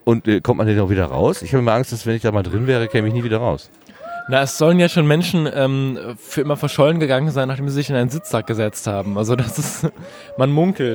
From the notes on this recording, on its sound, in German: RMN040 #33C3 Rundgang. Deswegen kommt die Aufnahme etwas weniger spritzig daher, als im letzten Jahr.